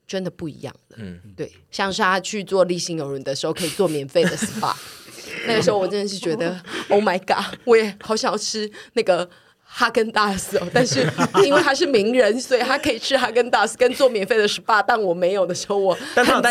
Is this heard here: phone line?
no